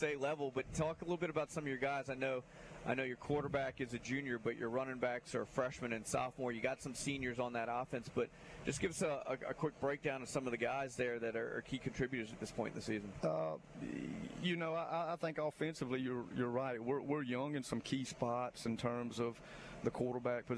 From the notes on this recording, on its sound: LIVE from McGill-Toolen for another edition of high school gameday!